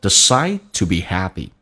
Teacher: Decide 的 D 不发音，气流阻塞一下